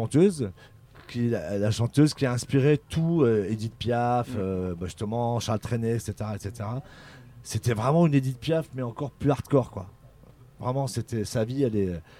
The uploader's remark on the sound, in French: Interview dans la Mystery Machine de Radio Pulse. Sur le festival des Bichoiseries.